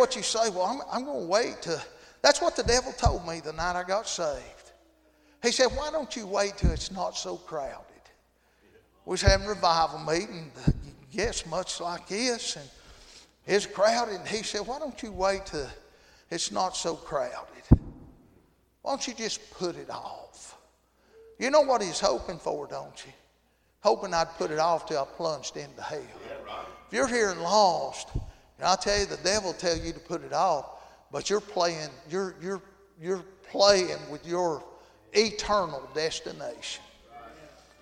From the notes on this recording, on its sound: Tuesday Evening service at Calvary Baptist.